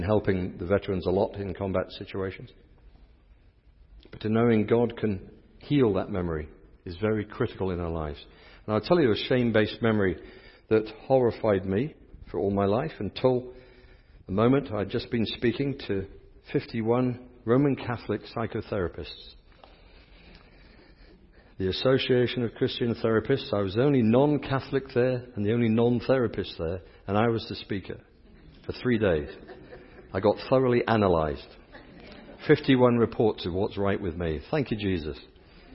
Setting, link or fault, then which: setting, large echoing room